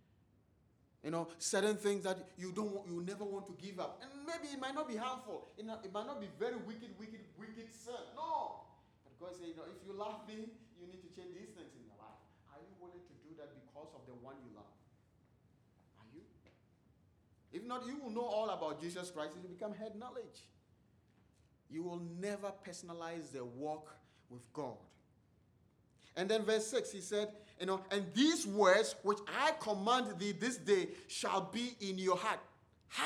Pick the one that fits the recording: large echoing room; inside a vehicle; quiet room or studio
large echoing room